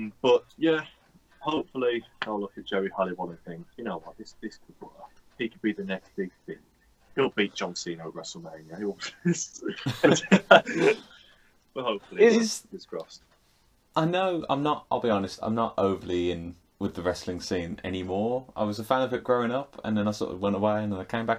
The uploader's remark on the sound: We recorded this episode during the midst of the COVID-19 UK lockdown which meant we were unable to meet in a studio. Please excuse any audio/visual issues we have in this pod.